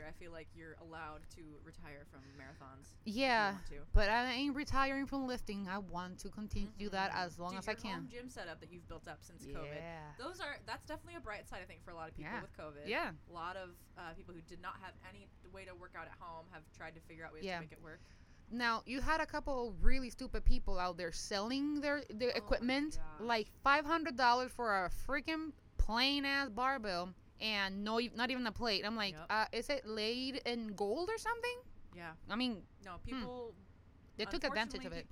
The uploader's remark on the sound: Through some technical difficulties and a lot of background chaos we made it through an episode.